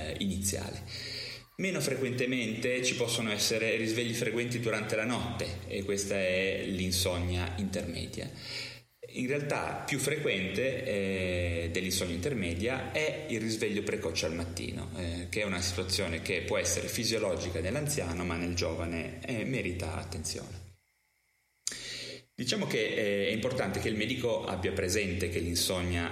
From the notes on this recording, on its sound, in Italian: Peccato che la registrazione sia avvenuta nella Hall di un albergo a Verona con il conseguente riverbero!